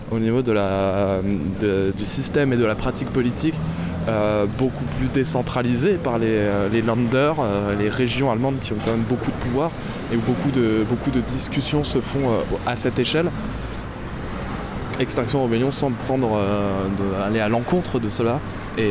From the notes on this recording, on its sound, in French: Rencontre avec Extinction Rébellion de Berlin. Reportage en direct de l’action et interview de militants.